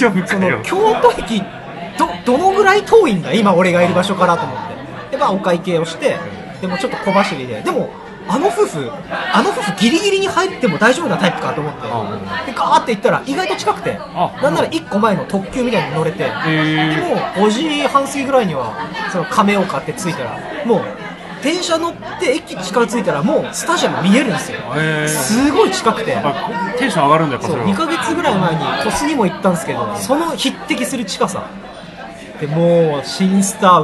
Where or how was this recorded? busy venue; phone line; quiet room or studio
busy venue